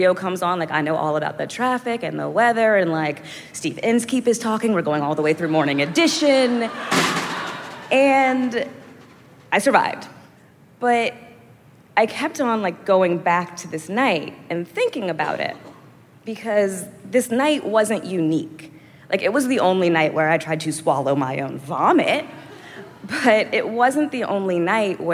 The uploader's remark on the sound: Live from the Werk It Women's Podcast Festival at the Ace Hotel in downtown LA